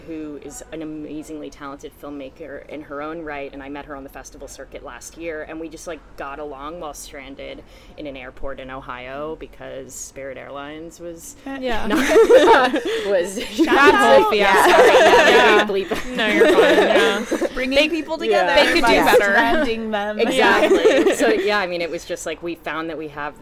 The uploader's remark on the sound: HollyShorts LIVE. We are live, on-location at the TCL Chinese Theatre for the 19th annual Oscar Qualifying HollyShorts Film Festival , as the official podcast partner.